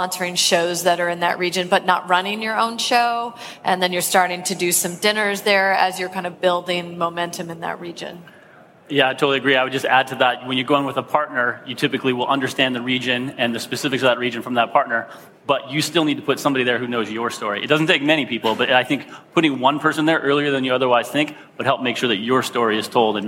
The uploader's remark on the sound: Live from SaaStock18